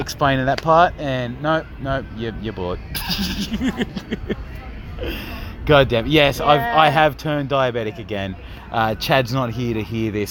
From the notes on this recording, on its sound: LIVE from outside